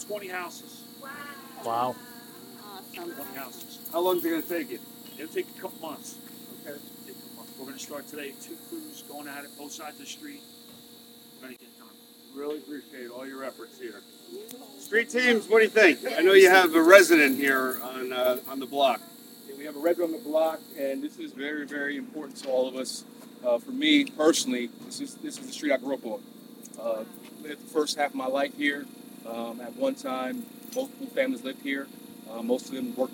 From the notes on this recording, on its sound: Expect some noise on your drive while listening to this episode because work was underway as they begun to tear down homes to help rebuild better & stronger!